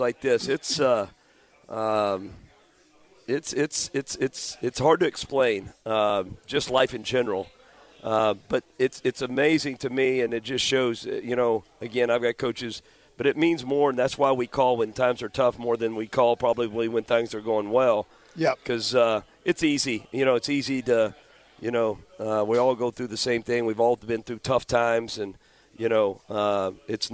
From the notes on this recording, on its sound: live from Humphrey’s Restaurant and Tavern